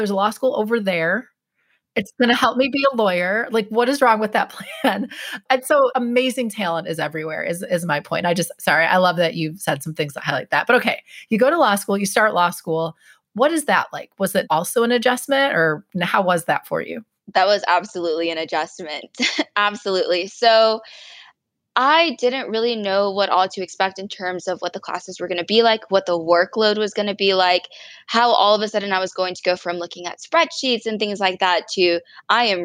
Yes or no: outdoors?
no